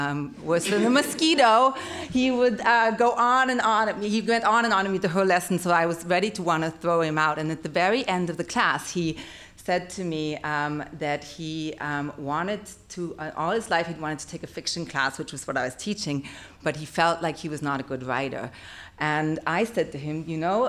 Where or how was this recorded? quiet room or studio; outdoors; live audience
live audience